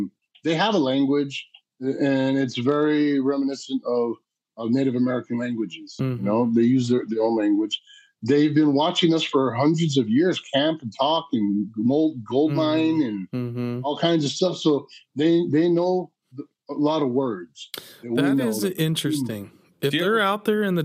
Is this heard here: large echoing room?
no